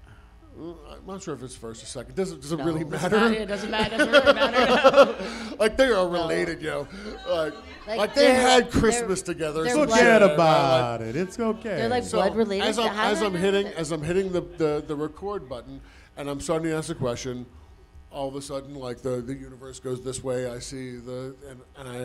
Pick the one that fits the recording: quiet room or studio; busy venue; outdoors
busy venue